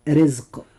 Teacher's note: الراء فيها مرققة لأنها جاءت مكسورة